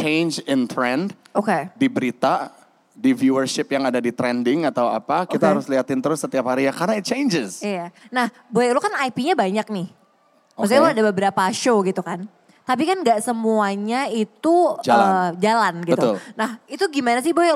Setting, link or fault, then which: setting, live audience